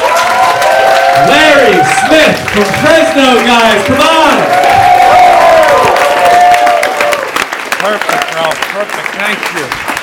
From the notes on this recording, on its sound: goes live on stage